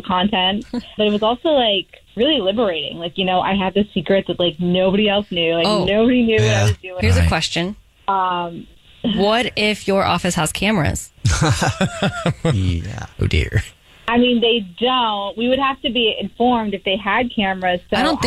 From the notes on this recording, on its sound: one of your coworkers may be on the phone